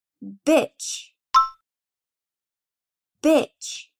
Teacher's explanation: O som é aquele mais curto, quase ríspido. Nessa palavra, é comum darmos ênfase no CH no final.